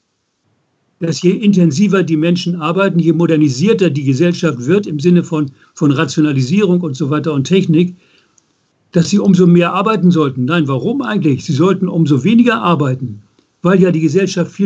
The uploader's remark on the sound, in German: Ungeschnittenes Interview als Audio-Podcast. Per Skype.